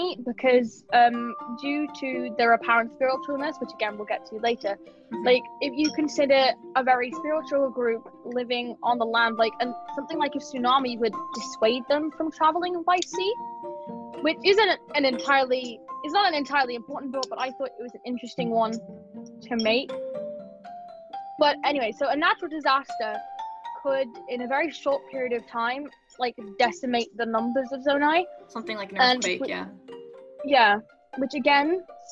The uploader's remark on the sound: Also, sorry for any background noise.